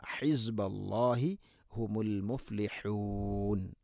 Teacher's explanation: മുഫ്ലിഹൂൻ ഹാഇൻ്റെ ഉച്ചാരണം ശ്രദ്ധിക്കുക, തൊണ്ടയുടെ മധ്യഭാഗം.